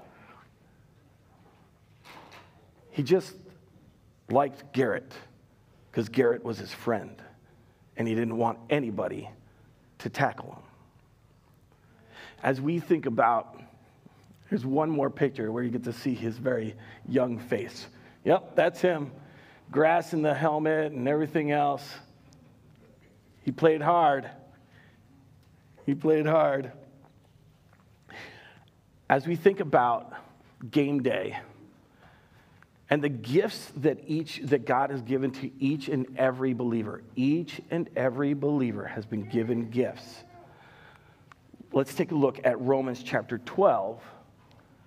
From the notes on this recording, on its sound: Recorded live at Word of Life Church in Le Sueur, Minnesota, on August 29nd, 2021